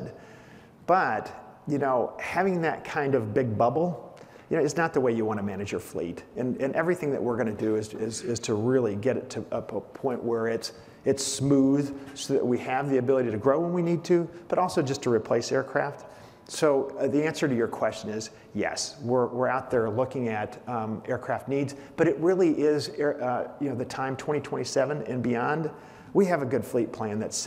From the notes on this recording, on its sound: On stage at the Skift Aviation Forum. On stage at the Skift Aviation Forum.